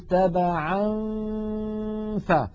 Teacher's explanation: الغنة باقية والجزء اللساني من النون معدوم · Term: الإخفاء